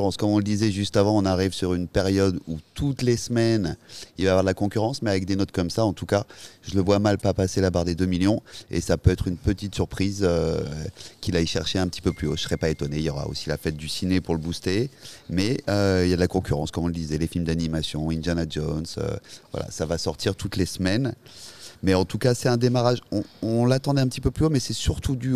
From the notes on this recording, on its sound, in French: Episode enregistré au cinéma Les 7 Batignolles le lundi 5 juin 2023